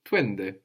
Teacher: the U became a W there